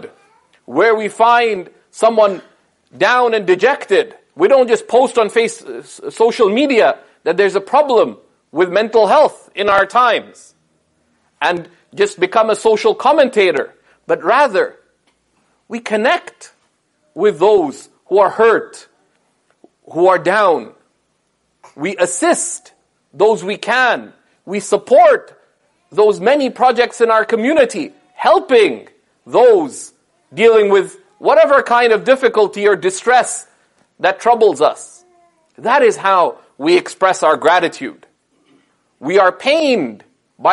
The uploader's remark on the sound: This sermon was delivered following the Ramadan 2018 program at SeekersHub Toronto.